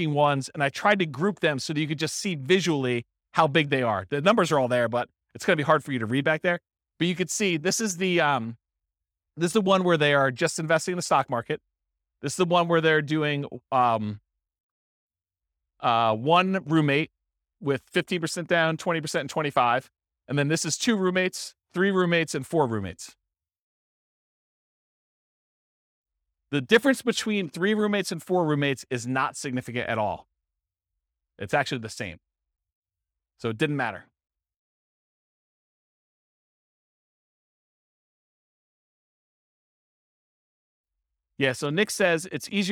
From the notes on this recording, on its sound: This was a live class recorded